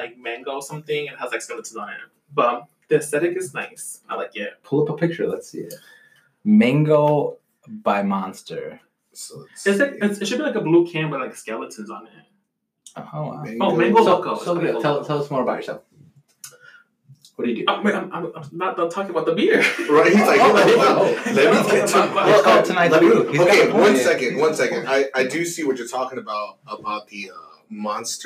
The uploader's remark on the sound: Our first episode recorded on a simple blue yeti microphone. Next few episodes will be recorded with better mic's sorry for the quality its our first episode lol.